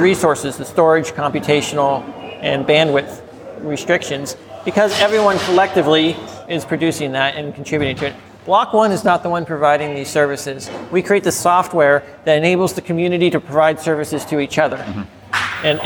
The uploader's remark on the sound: interviews recorded at Blockchain Live in London